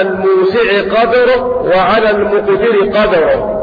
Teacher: بسكون الدال مع القلقلة